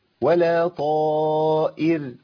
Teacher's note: الهمزه مرققه في كل حالتها في القران ولما تكون مكسوره تبقى اكثر ترقيقا